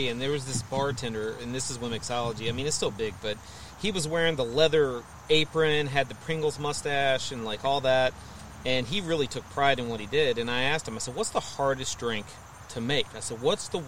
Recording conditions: outdoors